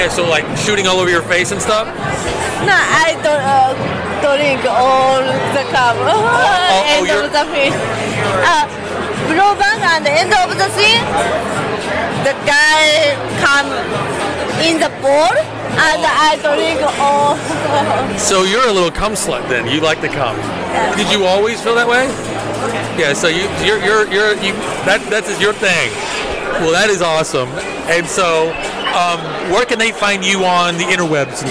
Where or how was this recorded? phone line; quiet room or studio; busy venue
busy venue